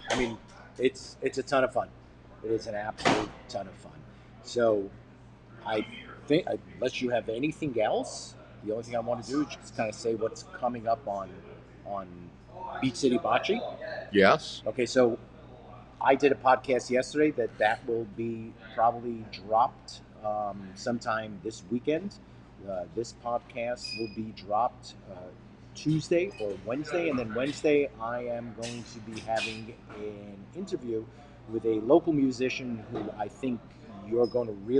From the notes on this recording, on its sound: Special thanks to Brewing Reserve of California for allowing us to record in their brewery.